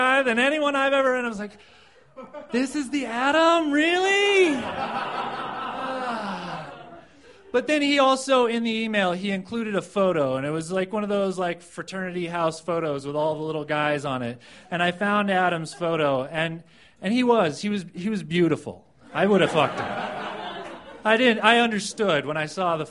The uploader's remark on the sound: These stories were recorded at The Deer Pile on January 16th, 2013